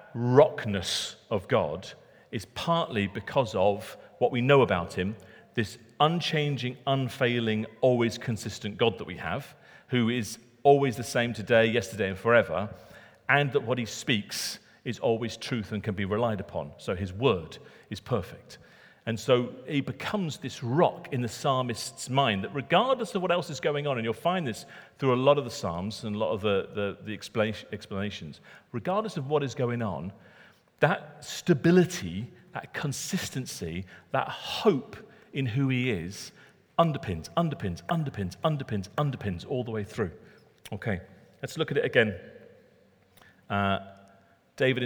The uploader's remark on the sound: Recorded at Middlesbrough Community Church.